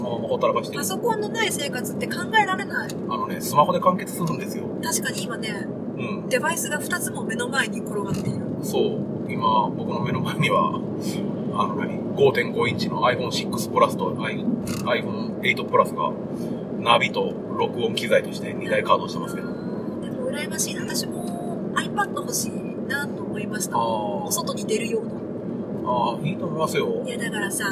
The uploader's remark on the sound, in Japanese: 高速道路走行中の車内での思い付き録音のため、音質が良くありませんがご了承ください